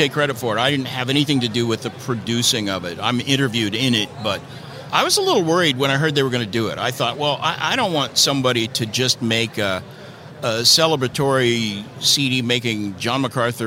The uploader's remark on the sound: This episode was recorded at G3 2023 National Conference.